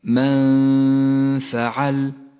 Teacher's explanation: المثال التالي على حكم الإخفاء في قوله تعالى من فعل النون الساكنة وبعدها حرف الفاء، تخفى النون بالفاء مع بقاء غنة للنون من غير تشديد، ولذلك لونت النون باللون الأخضر. تخرج غنة حكم الإخفاء هنا من الخيشوم ومن مخرج الفاء متجافيا عنه قليلا، من فعل، وهي غنة مرققة.